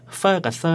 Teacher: อวัยวะปิดไม่สนิททำให้มีลมเสียดแทรกออกมา